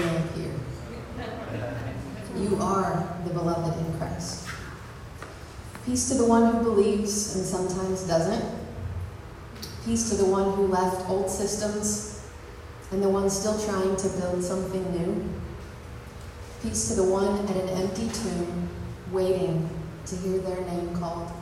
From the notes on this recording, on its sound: Sunday Sermons - Live in-person.